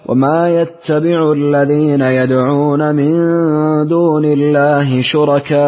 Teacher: ألف بحركتين ثم ألف بأربع حركات ثم ألف بست حركات · Term: الإبدال